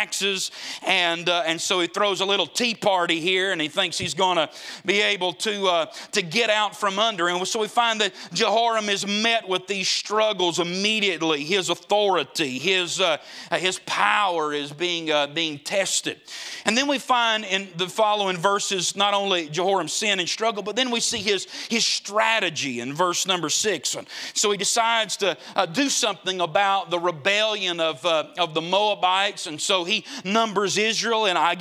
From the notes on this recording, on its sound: Preached at the Gateway Baptist Church Jubilee in Boiling Springs, SC.